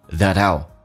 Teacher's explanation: That 跟 out 有一个连叫 that out. T 发 D.